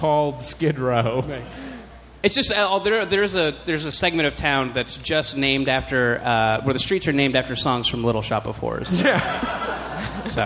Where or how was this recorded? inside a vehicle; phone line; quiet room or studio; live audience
live audience